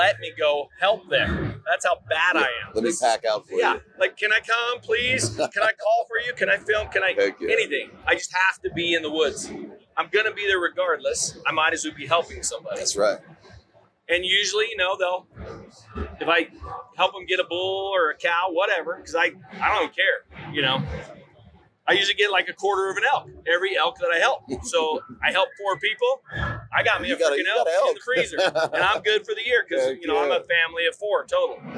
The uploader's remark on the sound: Live From the Initial Ascent Booth at Hunt Expo 2020. Live from Hunt Expo 2020 at the Initial Ascent Mountain Dude table.